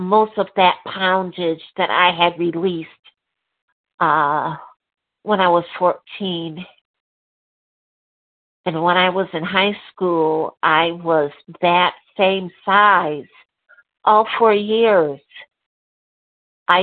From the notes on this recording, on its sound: 100 Pounders Phone Meeting, 2/11/23